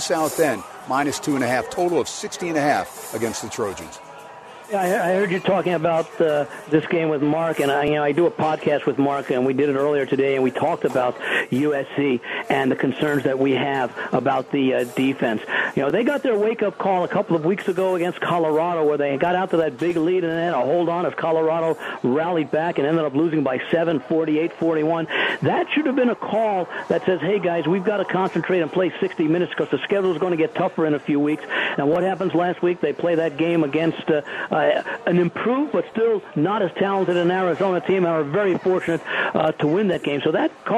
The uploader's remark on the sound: "Live" from #SteinersPub #LasVegas